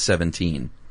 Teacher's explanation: That's two unstressed followed by a stressed. · Term: anapest